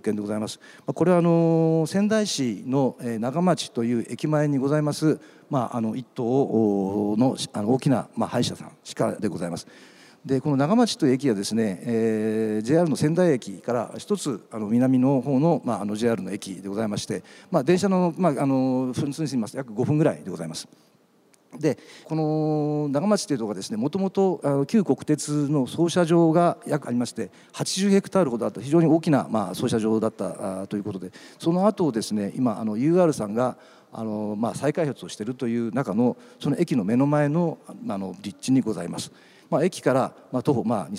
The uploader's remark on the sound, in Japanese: 東京証券取引所で開催した「J-REITファン2017」に登壇した